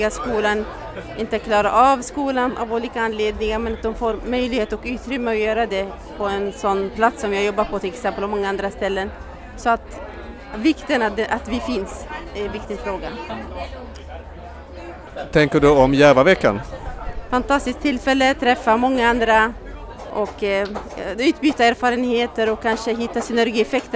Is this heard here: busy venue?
yes